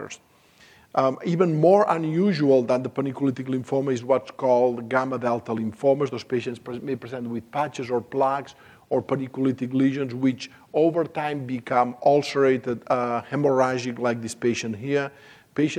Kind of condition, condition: setting, live audience